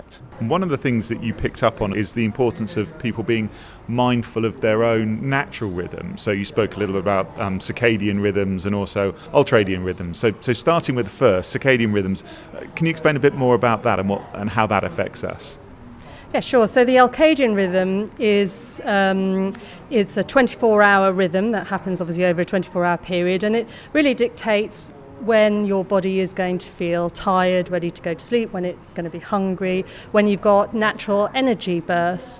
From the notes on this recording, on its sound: This podcast was recorded live from Boyes Turner’s HR Conference. In London.